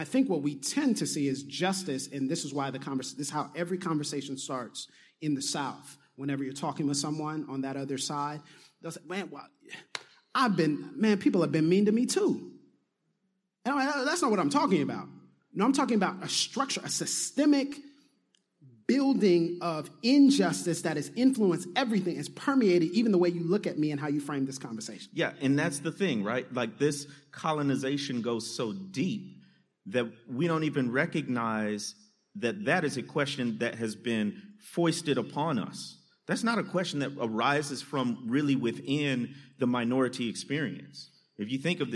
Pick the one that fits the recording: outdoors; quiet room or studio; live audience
live audience